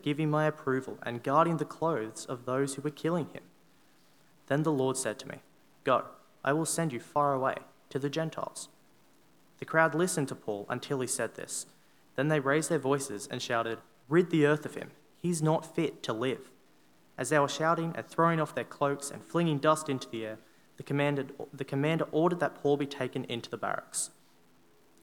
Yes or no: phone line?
no